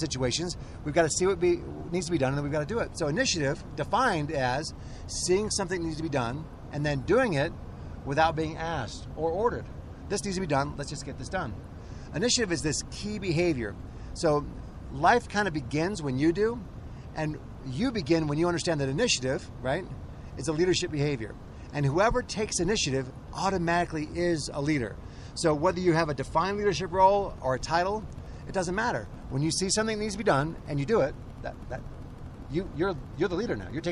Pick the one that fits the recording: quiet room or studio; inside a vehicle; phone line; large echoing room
inside a vehicle